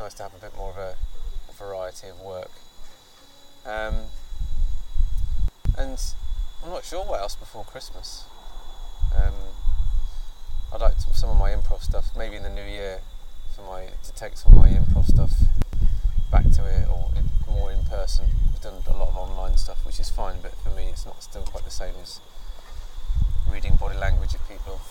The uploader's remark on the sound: As we reach the fag-end of the British summer we managed to grab a face to face drink outside a cidery (hence the periodic burst of wind across the microphones) on the outskirts of Cheltenham.